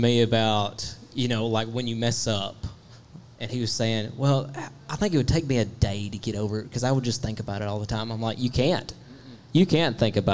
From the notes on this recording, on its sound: Joins us live at Brewster Street Pub in Corpus Christi! We are in town for the Buc Days WCRA Rodeo!